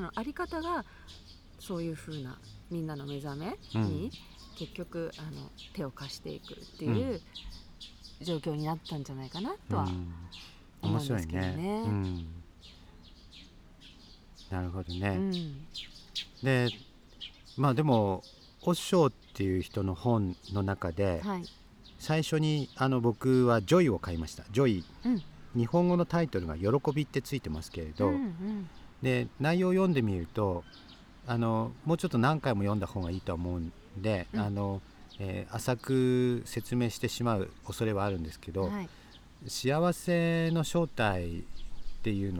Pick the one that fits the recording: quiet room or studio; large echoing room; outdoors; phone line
outdoors